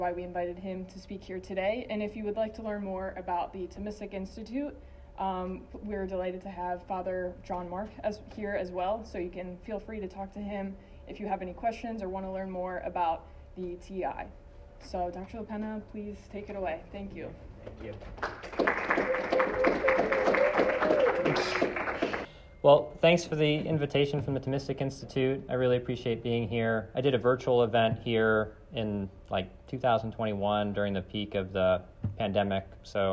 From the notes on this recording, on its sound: This lecture was given on November 28th, 2023, at Johns Hopkins University.